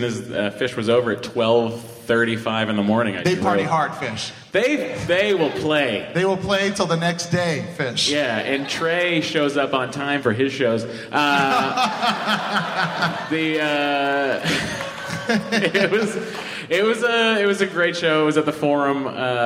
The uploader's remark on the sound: Live from SDCC 2016. It's the first show from SDCC 2016 at the Balboa Theater! Takes some questions from the audience.